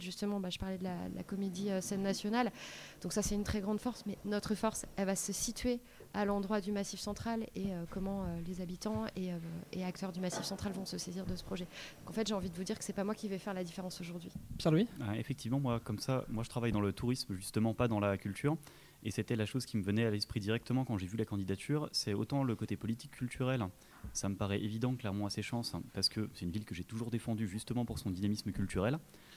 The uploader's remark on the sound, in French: Du 31 janvier au 05 février, Kolibri est en direct du Festival International du Court Métrage à Clermont-Ferrand.